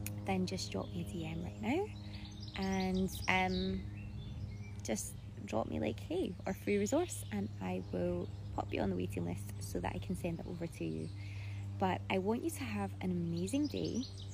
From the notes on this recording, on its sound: This episode was taken from an IG live